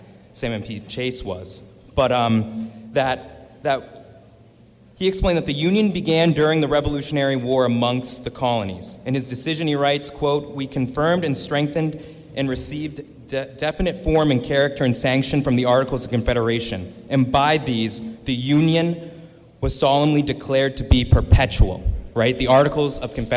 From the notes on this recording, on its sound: This is a live recording of the New Hampshire House of Representatives from March 10, 2022.